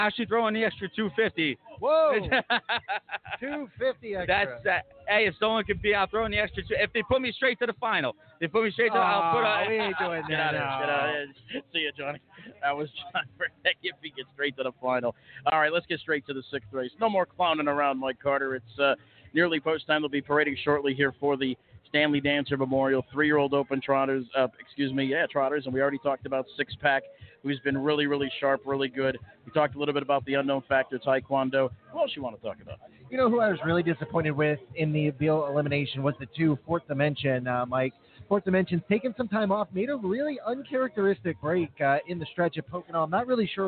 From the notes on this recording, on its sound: live remotes at Meadowlands Racing and Entertainment